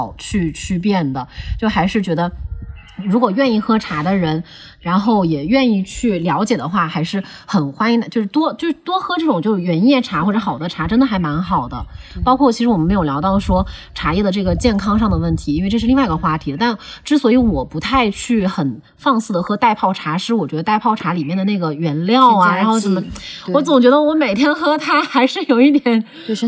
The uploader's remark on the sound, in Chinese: 本期节目录制于嘉宾位于杭州市西湖区翁家山的山中小院。因在室外，偶有风过风铃，常伴春日鸟鸣，倒水泡茶的声音自然也不会缺位。播客录制于兴起之时，来不及注意诸多细节。